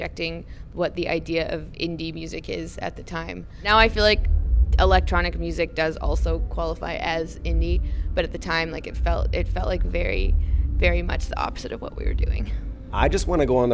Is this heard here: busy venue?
yes